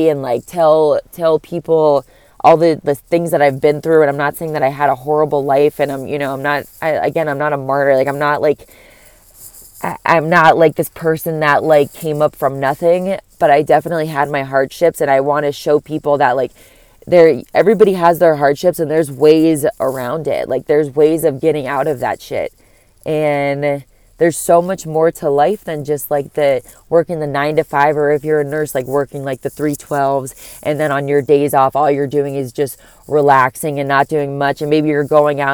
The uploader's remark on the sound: I’m sitting outside my work in my car recording it